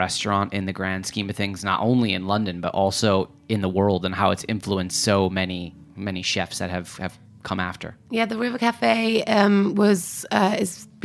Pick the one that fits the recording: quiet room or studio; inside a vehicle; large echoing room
quiet room or studio